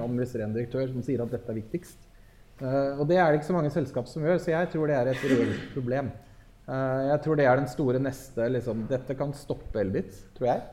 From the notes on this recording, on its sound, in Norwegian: Live podcast fra nettverkssamling hos DNV for teknologioptimister.